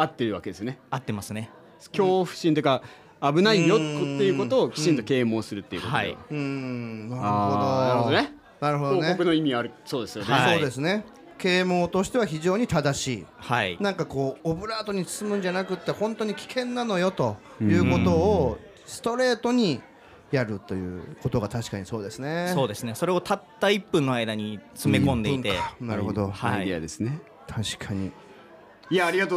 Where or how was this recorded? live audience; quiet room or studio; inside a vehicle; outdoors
live audience